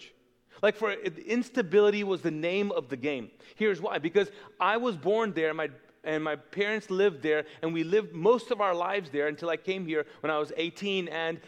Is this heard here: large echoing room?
yes